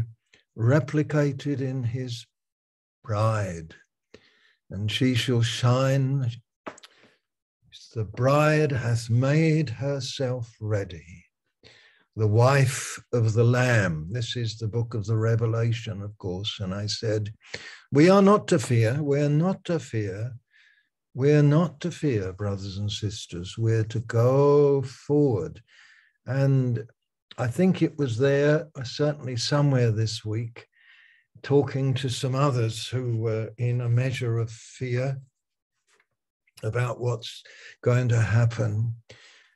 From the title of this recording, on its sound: Malaysia Meets (Zoom)